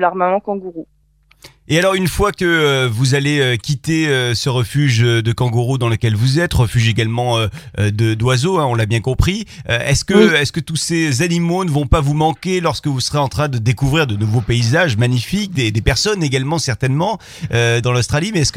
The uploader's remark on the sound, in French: Cette semaine on a eu au téléphone